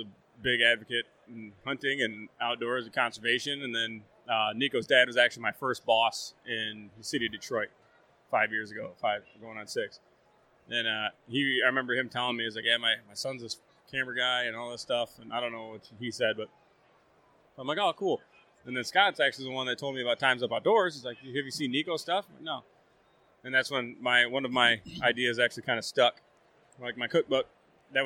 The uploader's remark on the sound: in their booth at the Outdoorama Outdoors show in Novi Michigan